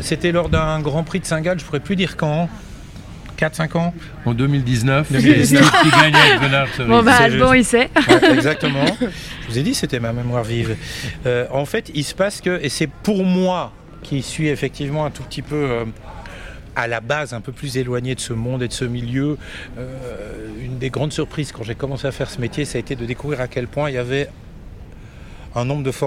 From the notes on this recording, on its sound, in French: En immersion au CHI de Genève. Nous sommes en direct du CHI de Genève dont nous sommes, pour la deuxième année consécutive, média partenaire !